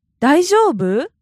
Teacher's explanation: Wow, so it's just the word, but the intonation goes up a little bit because you're asking a question